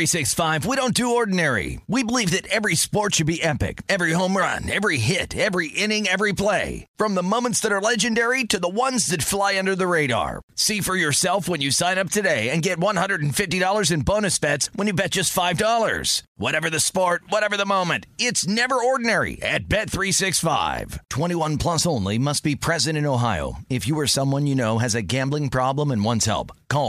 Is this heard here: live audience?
no